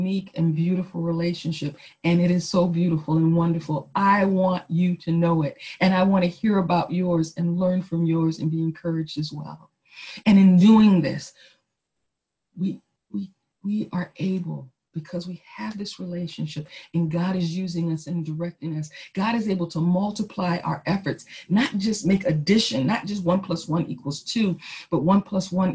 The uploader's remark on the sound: Our zoom streamed service.